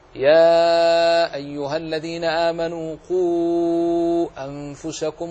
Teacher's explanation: توسط المد بقدر أربع حركات